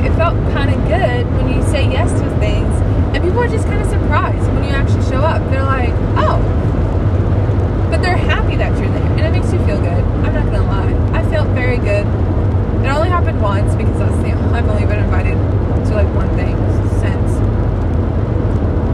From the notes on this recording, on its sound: mostly just rant in my car